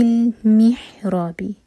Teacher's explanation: کسرہ کی آواز ہے می، مے آواز نہیں آنی چاہیے، محراب نہیں ہے، محراب.